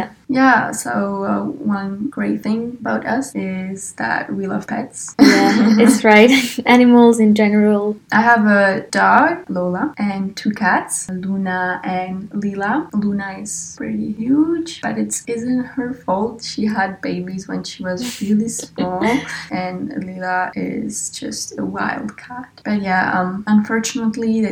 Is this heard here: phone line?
no